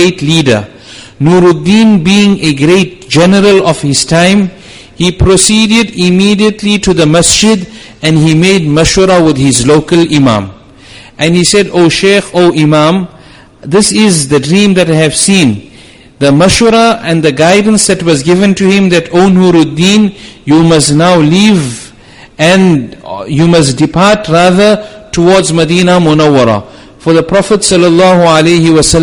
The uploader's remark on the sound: Jumuah lecture